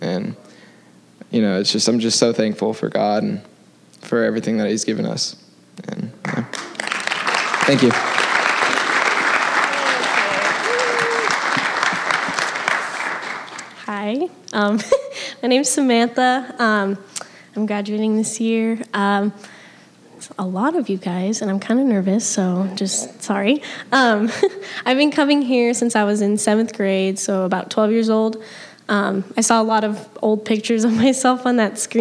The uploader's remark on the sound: the gospel preached at our church on Sunday